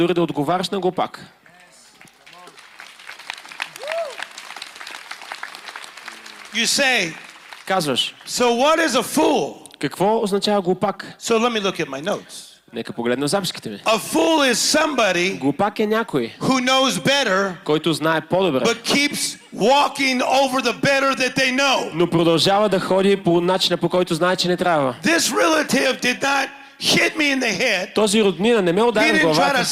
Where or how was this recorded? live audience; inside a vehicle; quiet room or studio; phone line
live audience